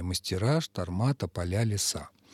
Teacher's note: во множественном числе ударение переходит на окончание